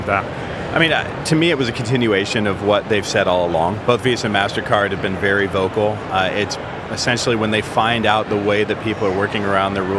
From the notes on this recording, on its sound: Recorded at Money20/20 USA. The event took place at The Venetian, Las Vegas. We recorded a series of interviews from the Instnt's booth with a number of the speakers and attendees at the event.